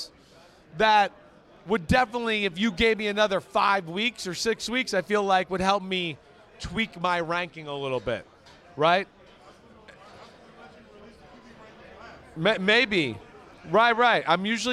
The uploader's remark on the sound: Live Audience Picks Pod from Las Vegas!